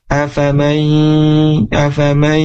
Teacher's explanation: Nah, di nun ketemu dengan huruf ya. Ini harus dibaca gunnah atau dibaca ditahan ya, dimasukkan ke hidung.